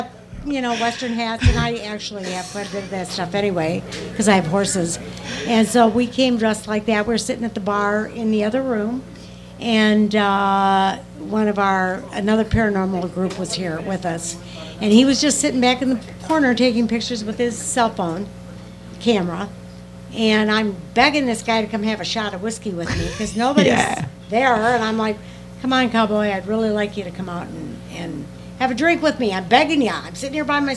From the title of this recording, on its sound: Live from the Haunted Old Baraboo Inn